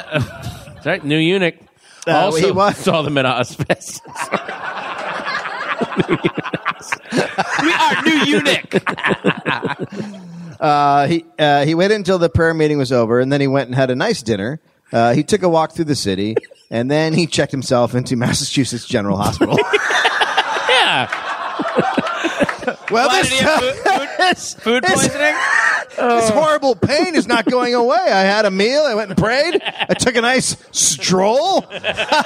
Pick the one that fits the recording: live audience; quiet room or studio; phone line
live audience